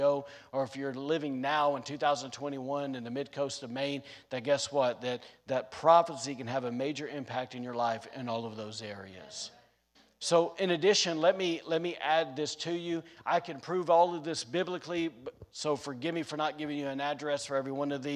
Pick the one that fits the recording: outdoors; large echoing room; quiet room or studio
large echoing room